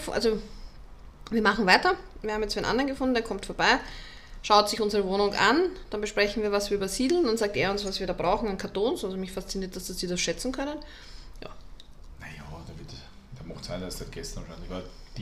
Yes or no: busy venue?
no